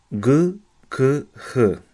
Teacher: trzy tylniojęzykowe, to znaczy te, które się tworzą właśnie z tyłu języka